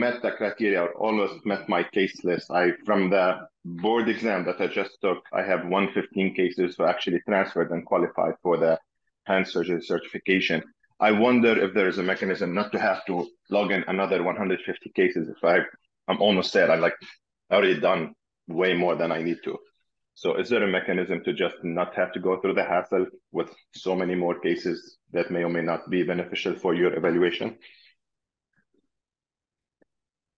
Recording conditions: video call